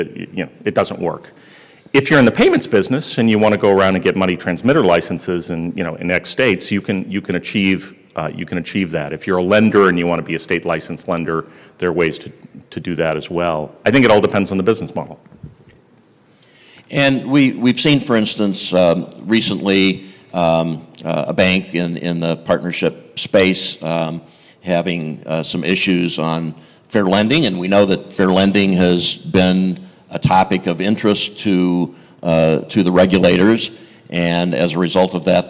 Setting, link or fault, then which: setting, live audience